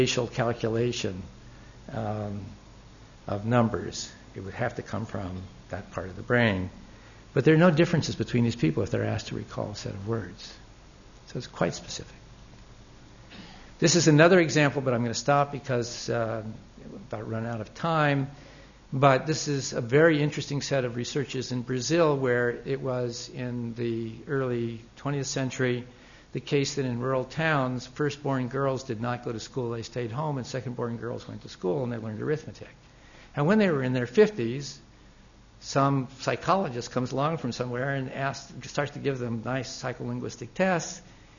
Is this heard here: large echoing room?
yes